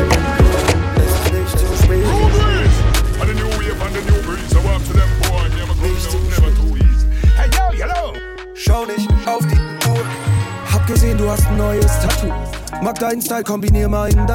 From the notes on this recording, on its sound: Live DJ Recording (RAW)